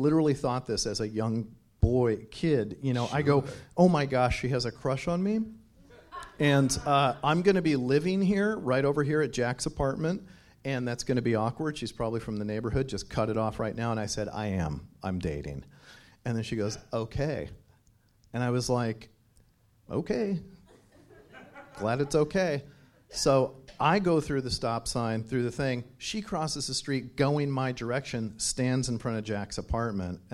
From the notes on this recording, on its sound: first live show of the season